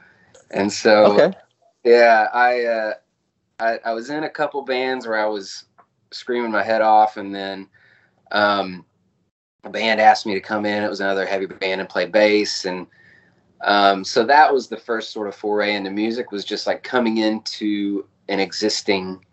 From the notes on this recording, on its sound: Skype called out to the Dallas/Fort Worth area